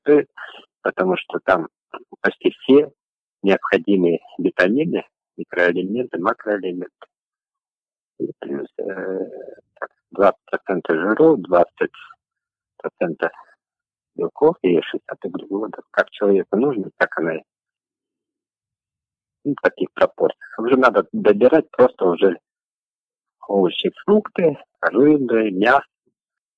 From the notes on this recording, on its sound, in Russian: Интервью мы записывали по телефону, что немного повлияло на качество звука. Даже если местами плохо слышно.